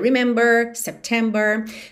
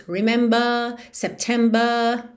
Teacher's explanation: É o seguinte: nós já vimos aqui na série várias vezes que o inglês americano tende a fazer esse R mais enrolado · Shown in: first take